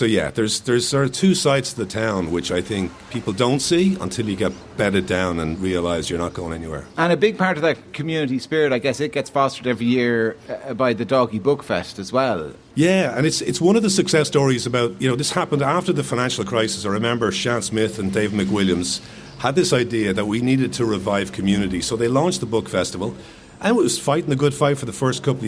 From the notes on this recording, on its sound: As the Dalkey Book Festival approaches. LIVE at The Queens Bar in Dalkey.